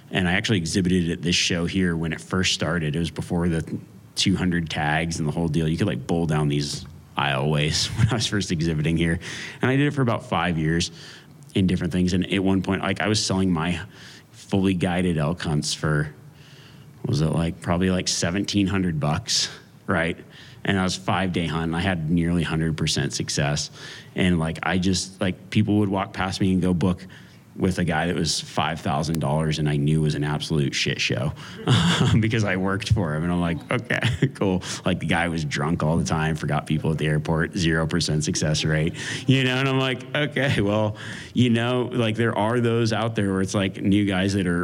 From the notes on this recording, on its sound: a live Q&A during the Western Hunt Expo